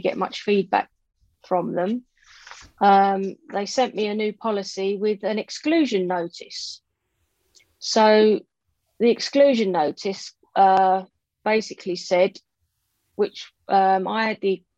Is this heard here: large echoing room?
no